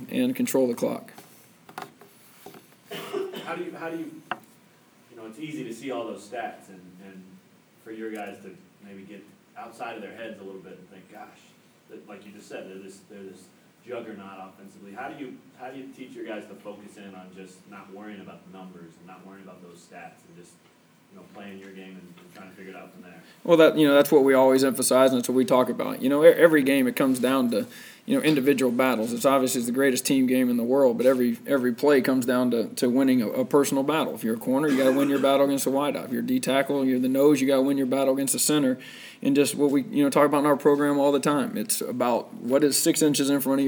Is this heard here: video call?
no